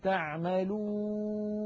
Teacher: هذه الواو عندما تخرج نلاحظ بأن الصوت لا يعترضه جزء من الفم حتى نقول إن هذا المكان هو مخرج الواو.